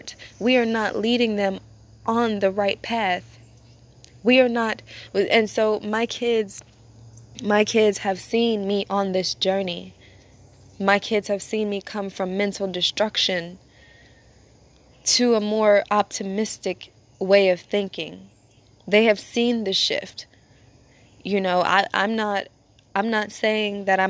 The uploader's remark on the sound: As I am sitting outside, enjoying Natures company